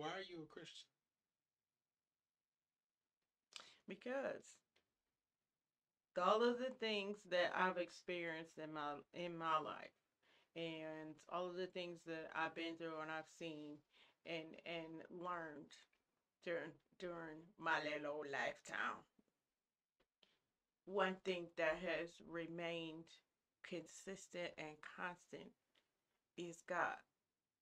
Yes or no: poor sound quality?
yes